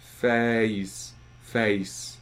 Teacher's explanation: And I could have a lower front element, face, face, but still raise quite high on that second element.